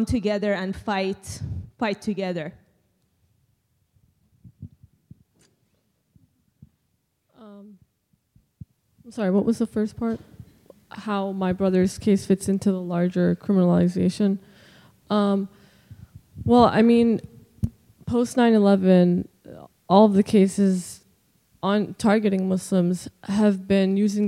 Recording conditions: large echoing room